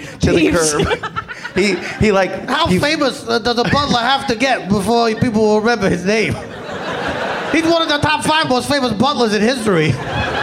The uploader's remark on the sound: Live from the Bumbershoot Festival in Seattle, WA